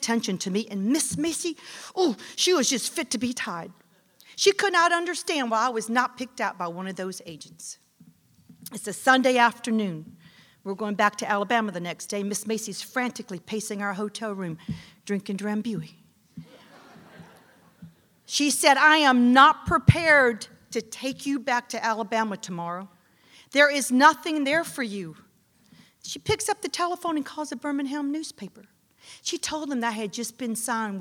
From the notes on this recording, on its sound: The Moth Live in Austin, TX.